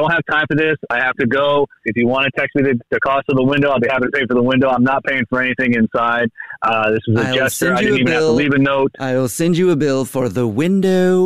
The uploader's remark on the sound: wake up with The Jubal Show, phone prank style